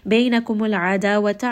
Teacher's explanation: ayn is going to be from the middle of the throat